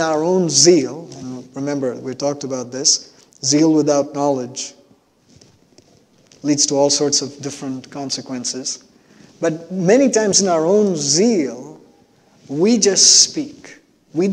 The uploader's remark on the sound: At New Life Fellowship Church, Concord, NC, on Sunday, December 5, 2021.